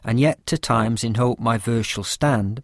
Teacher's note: For instance, the line of Shakespeare we took before as an example of iambic pentameter, "And yet to times in hope my verse shall stand," follows the ideal pattern where the da-dum, da-dum, da-dum rhythm is matched by a word stress on every second syllable